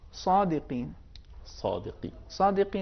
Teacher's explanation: میں نے لفظ صادقین کی مثال اس لیے بھی عرض کی ہے چونکہ صاد کے بعد الف ہے، جی، اور یہاں پر چونکہ حرف صاد موٹا ادا ہو رہا ہے لہذا اسی کی تبعیت میں حرف الف بھی جی تفخیم اور موٹا ادا ہو رہا ہے